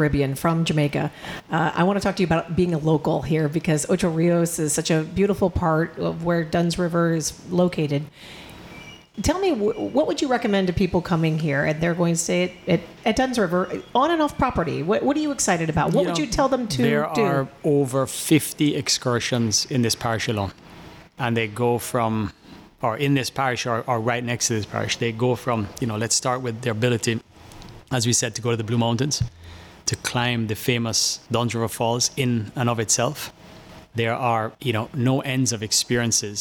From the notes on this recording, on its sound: Broadcasting live from Sandals Dunn's River.